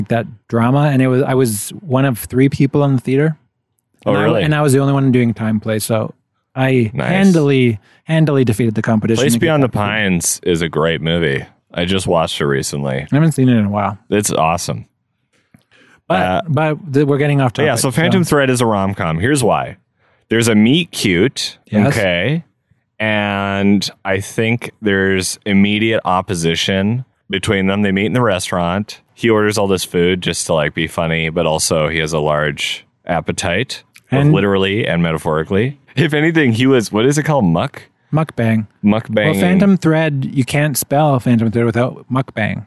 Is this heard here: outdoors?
yes